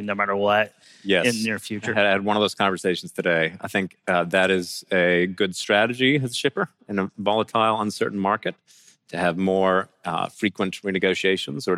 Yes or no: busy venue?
yes